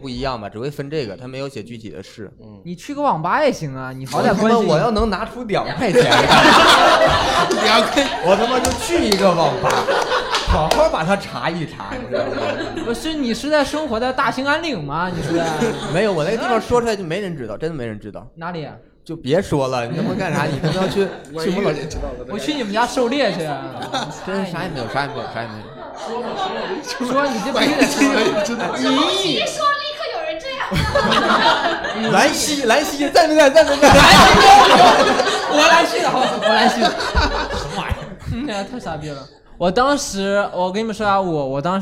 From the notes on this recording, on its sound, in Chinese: 现场观众因为找不找得到北的问题吵起来了！